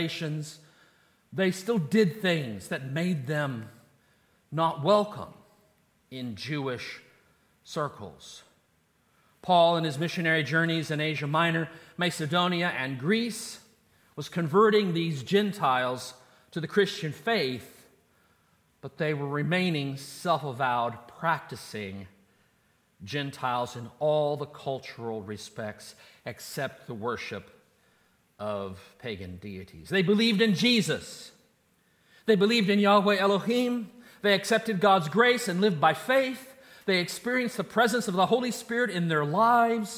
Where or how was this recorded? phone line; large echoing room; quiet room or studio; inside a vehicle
large echoing room